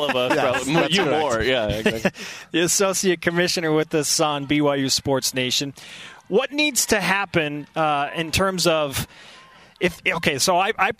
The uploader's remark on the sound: live from the Orleans Arena in Las Vegas where the West Coast Conference Championships begin today